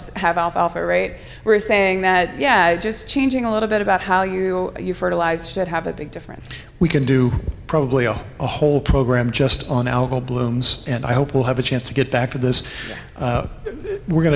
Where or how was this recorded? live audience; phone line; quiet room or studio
live audience